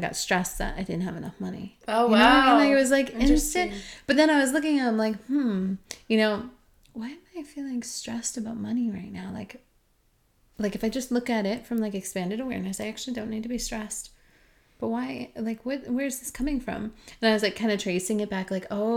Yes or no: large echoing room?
no